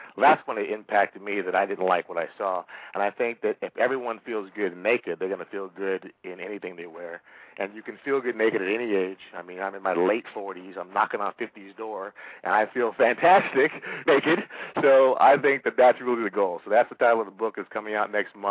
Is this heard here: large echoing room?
no